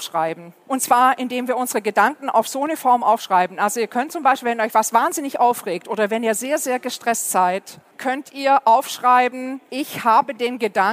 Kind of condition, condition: setting, busy venue